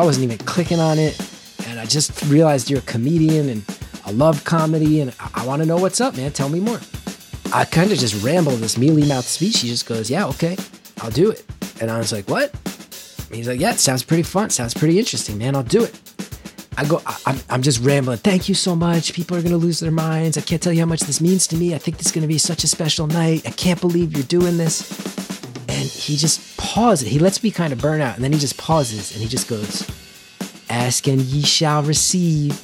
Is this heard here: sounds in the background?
no